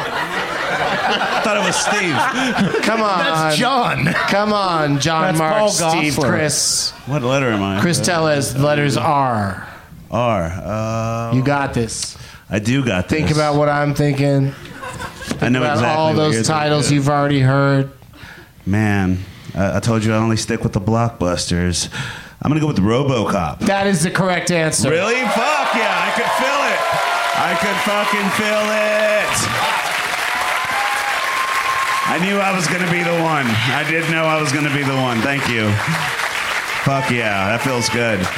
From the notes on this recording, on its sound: Live from the Cap City Comedy Club in Austin